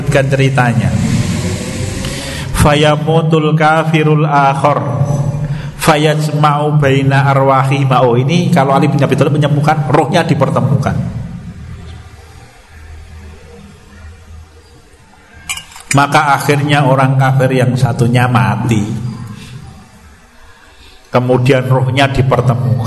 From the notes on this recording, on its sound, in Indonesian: Rekaman Kajian Majelis Pengajian Islam Ihyaa'ul Quluub. Di Masjid Al Aman Sidoarum Godean Sleman rutin setiap hari Sabtu selepas sholat Isya. Yang diselenggarakan oleh FKAM Yogyakarta dan Takmir Masjid Al Aman.